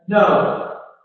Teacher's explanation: when I assert something, I have to glide down, I have to fall